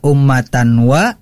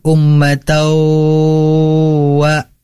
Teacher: dalam kaidah tajwid itu harus diidghamkan nunnya itu kepada wau · Shown in: second take · ummatau, itu harus sampai dengung. · Term: idgham bi gunnah